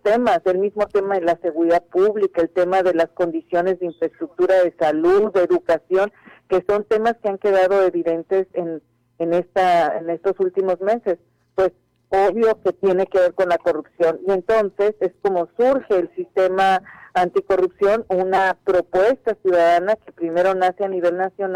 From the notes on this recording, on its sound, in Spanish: Entrevista telefónica Oreja 102.5 FM. Cajeme.